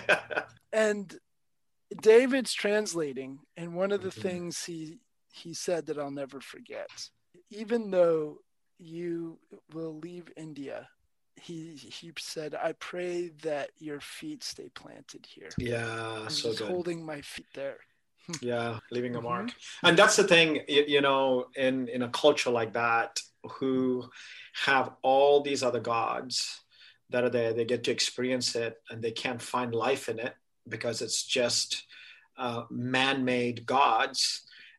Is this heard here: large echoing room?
no